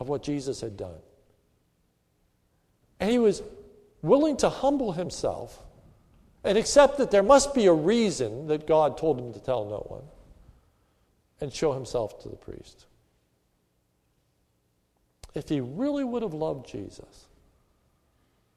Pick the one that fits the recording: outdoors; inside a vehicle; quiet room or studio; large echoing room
large echoing room